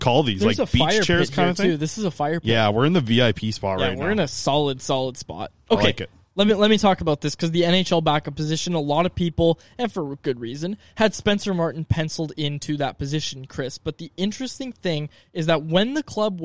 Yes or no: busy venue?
yes